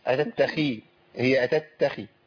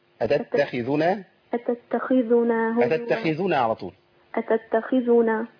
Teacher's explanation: حضرتك بتولدي ياء صغيرة بس بعد الخاء · Shown in: first take